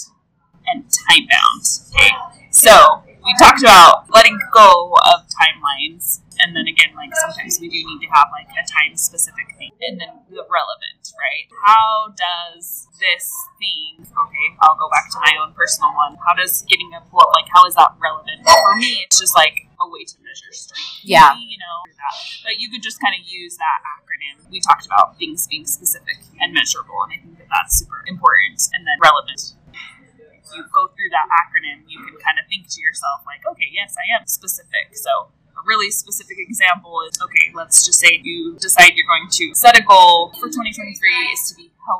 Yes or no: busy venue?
yes